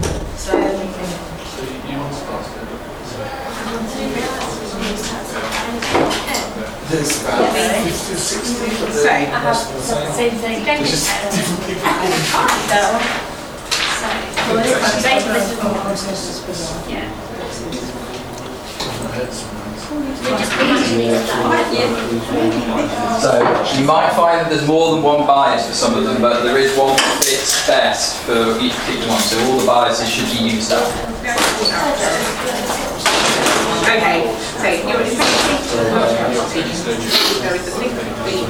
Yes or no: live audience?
yes